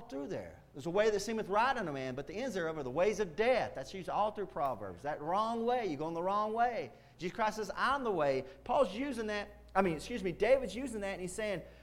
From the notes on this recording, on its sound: Preached Wednesday Night at Indian Gap Baptist Church.